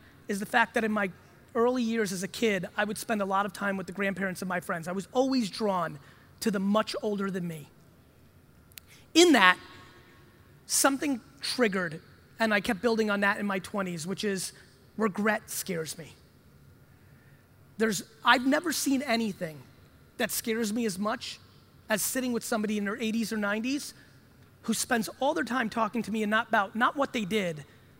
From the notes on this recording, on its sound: an exciting keynote from NAC Keynote in Los Angeles